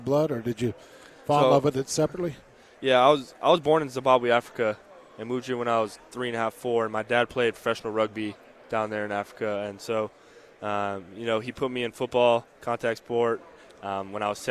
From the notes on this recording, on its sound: live from Pac-12 Media Day.